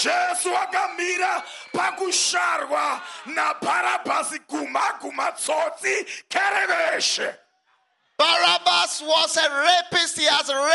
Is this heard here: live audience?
yes